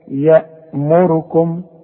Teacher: الميم ساكنة لا تغن